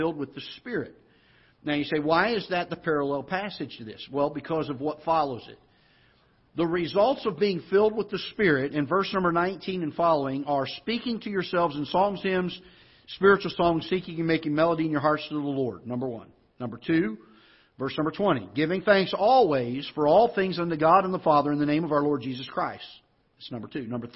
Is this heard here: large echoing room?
yes